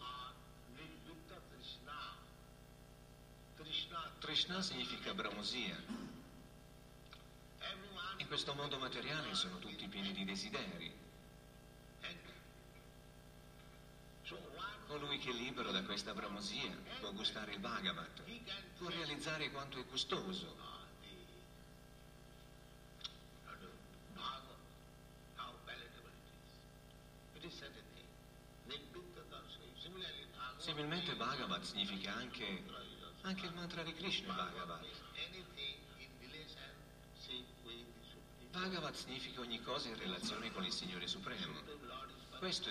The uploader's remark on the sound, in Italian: in diretta dal Tempio di Villa Vrindavana